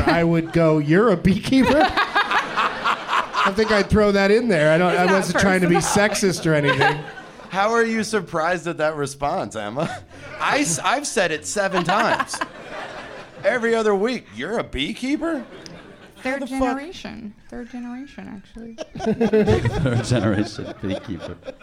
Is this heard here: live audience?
yes